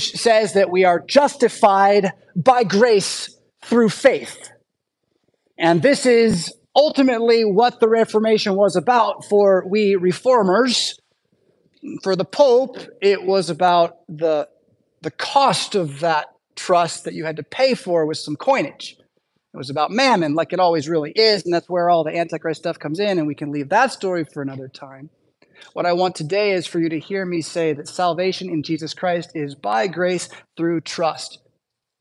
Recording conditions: large echoing room